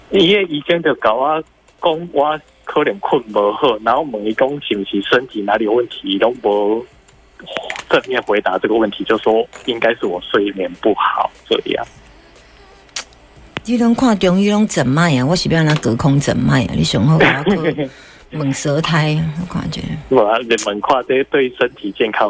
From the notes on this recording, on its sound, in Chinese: 在玉皇大帝廟門前CALLIN本問工作。這女孩在廟前CALL IN 本試問工作。